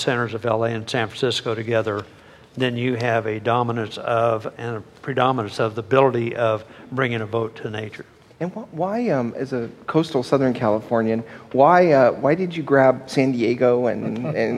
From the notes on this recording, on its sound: in a conversation at the Fresno Art Museum